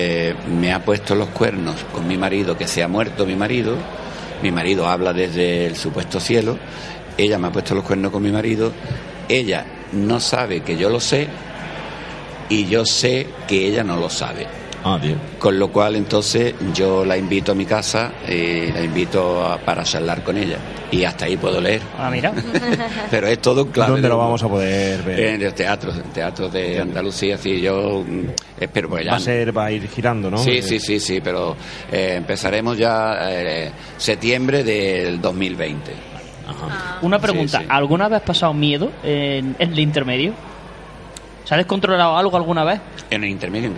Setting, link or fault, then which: setting, busy venue